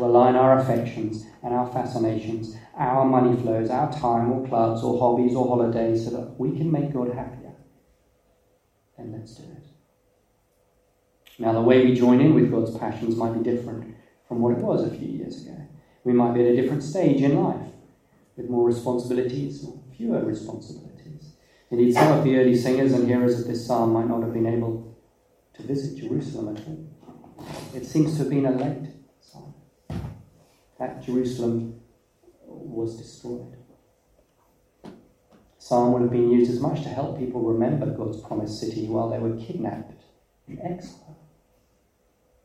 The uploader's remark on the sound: We had some technical difficulties and were unable to use our usual recording equipment - so please be aware that the quality is not as good as we would like